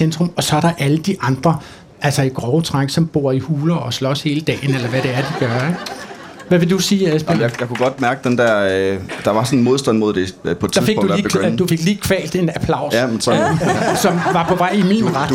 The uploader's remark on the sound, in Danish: Live fra Kulturmødet på Mors